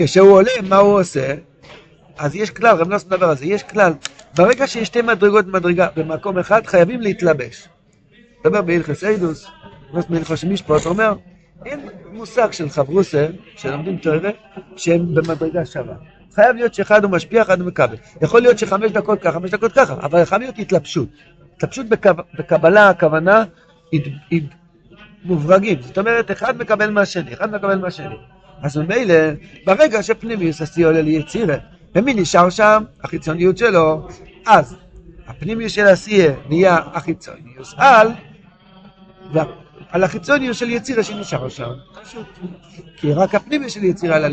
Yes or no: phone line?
no